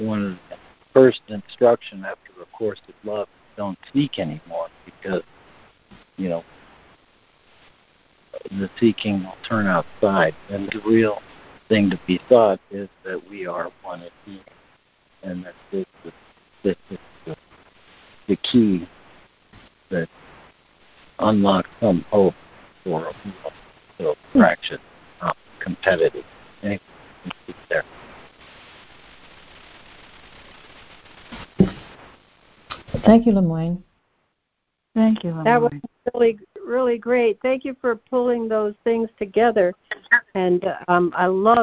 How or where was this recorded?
phone line